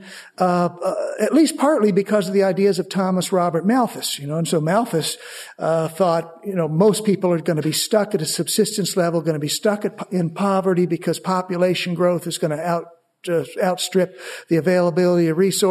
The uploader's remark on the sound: Part of the Authors Forum, presented at the Austrian Economics Research Conference. At the Ludwig von Mises Institute in Auburn, Alabama.